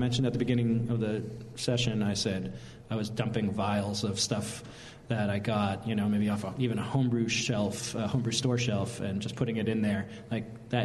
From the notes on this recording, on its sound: The Sour Hour continues its broadcast live from The Rare Barrel!